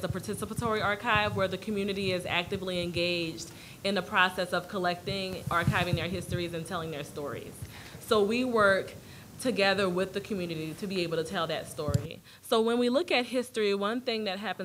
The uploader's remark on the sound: 2017 AASLH Annual Meeting Session Recording Recorded in Austin, TX September 8, 2017